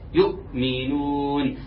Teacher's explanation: طيب الصوت بيتقطع عندها، نعم، وعشان كده اسمها همزه قطع